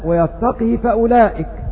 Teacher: حفص قرأ بسكون القاف وقصر الهاء ويتقي فأولئك، وهذا معنى قوله وقل بسكون القاف والقصر حفصهم.